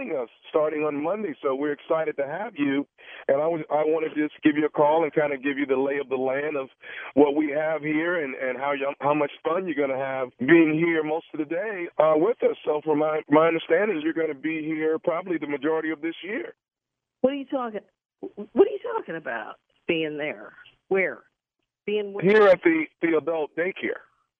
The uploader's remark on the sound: This was not your normal prank phone call.